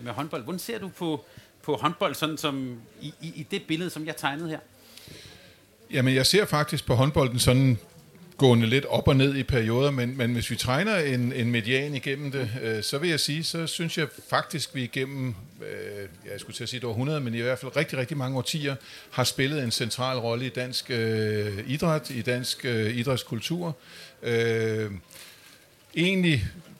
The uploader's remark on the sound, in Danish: Folkemødet 2023 Special. Optaget live lørdag den 17. Hos Dansk Håndbold på Folkemødet.